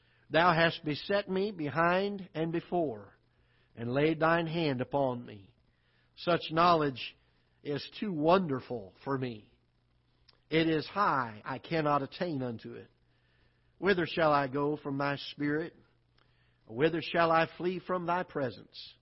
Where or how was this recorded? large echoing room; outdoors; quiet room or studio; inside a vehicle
large echoing room